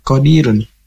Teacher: Berharokat domah tanwin di penghujung ayat dan dibaca dengan tafhim atau tebal. Dan bila diwakopkan tetap tebal mengikuti asal harokat domahnya.